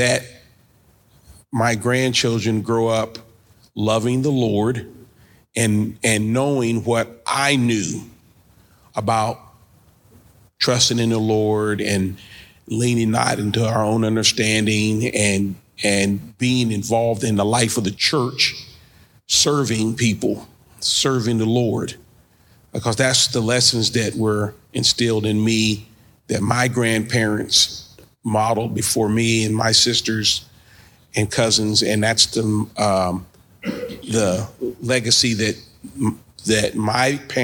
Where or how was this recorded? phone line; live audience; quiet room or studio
live audience